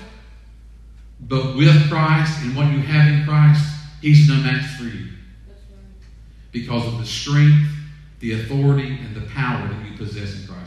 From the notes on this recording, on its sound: Sermon audio from 5/31/20 weekend worship service